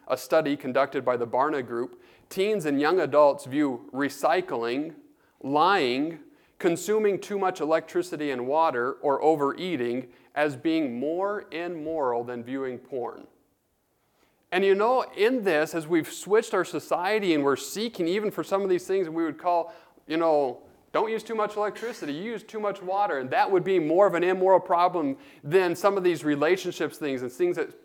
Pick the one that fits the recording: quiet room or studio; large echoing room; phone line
large echoing room